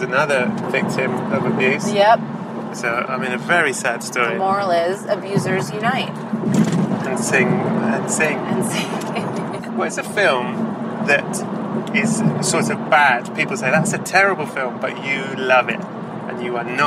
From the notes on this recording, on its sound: First thing’s first - mention must be made of the fact that this was recorded in a car. This is probably extremely apparent but just in case you’re curious as to why there’s a lot of very motor-sounding background noise, that’s what’s happening.